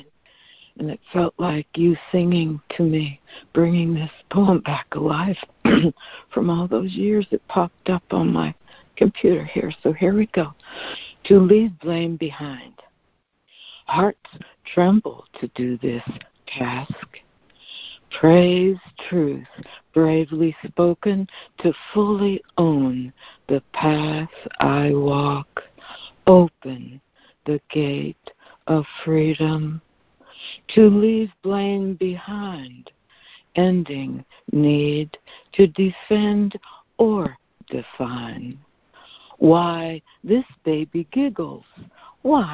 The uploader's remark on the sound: ACIM Daily Conference Call.